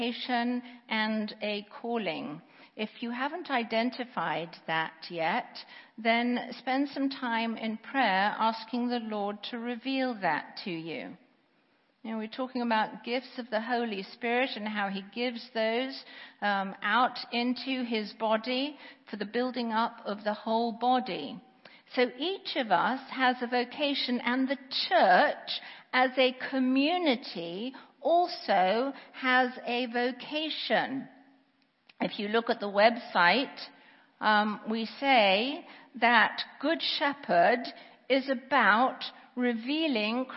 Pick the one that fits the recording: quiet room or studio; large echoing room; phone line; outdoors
large echoing room